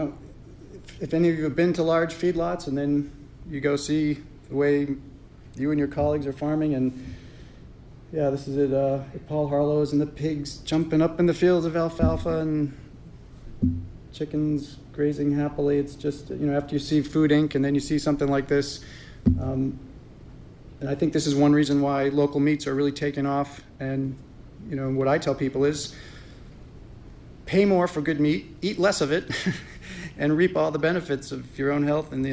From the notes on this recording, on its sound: Keynote address from 2016 Farmer-to-Farmer Conference. WERU 89.9 FM Blue Hill, Maine.